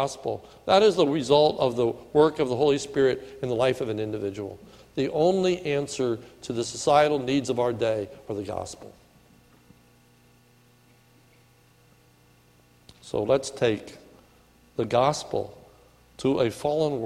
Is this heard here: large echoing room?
yes